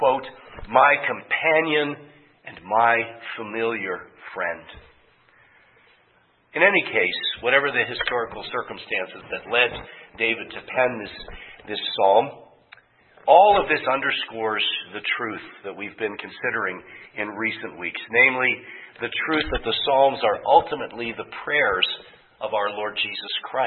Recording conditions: large echoing room